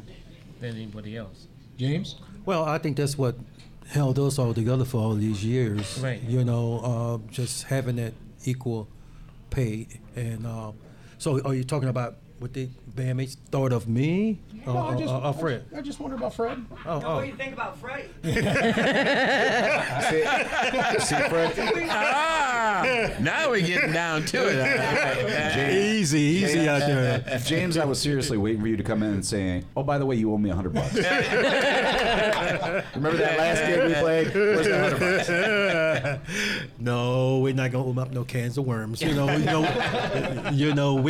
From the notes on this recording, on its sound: This episode of Time Signatures was recorded live at Moriarty's in Lansing, Michigan.